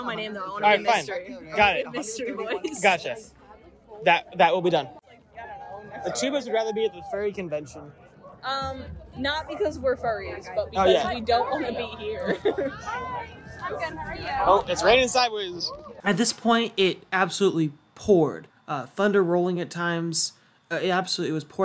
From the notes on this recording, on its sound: Enjoy these highlights and interviews from our trip to perform at the 2022 Collegiate Marching Band Festival in Allentown, PA.